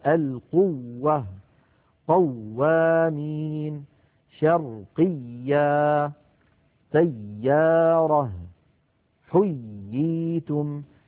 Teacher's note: الحالة الثانية من حالات النبر في تلاوة القرآن عند نطق الواو والياء المشددتين